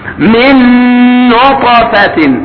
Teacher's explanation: الطاء ساكنة وهي من حروف قطب جدة، فحكمها القلقلة، والقلقلة أقرب إلى الفتح منها إلى الكسر